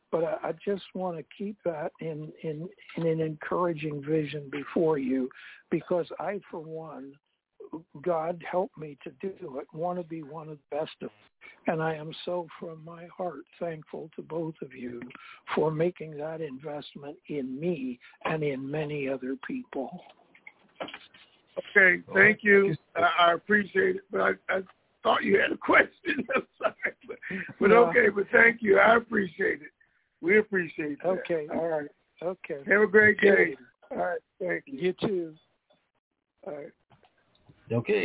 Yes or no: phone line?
yes